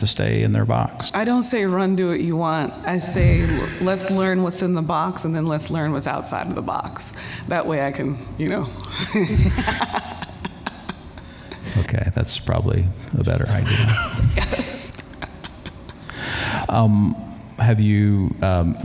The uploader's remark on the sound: Live at Big Ears Festival.